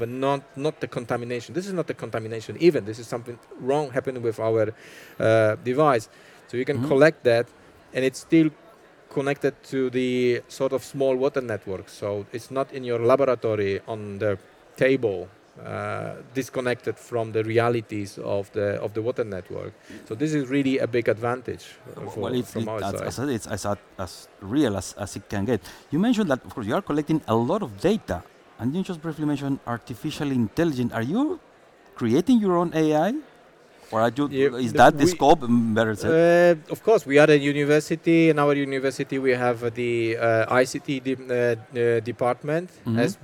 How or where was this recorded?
busy venue